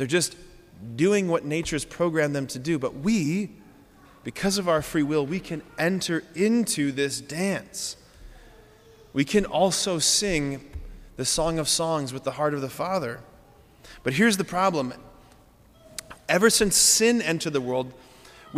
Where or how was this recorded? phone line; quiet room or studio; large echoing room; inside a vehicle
large echoing room